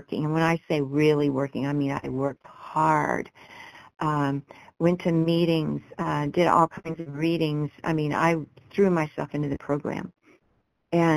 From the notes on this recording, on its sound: 100 Pounders Phone Meeting, 12/28/22